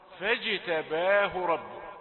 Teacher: جيم شديدة فيها من صفة الشدة ومقلقلة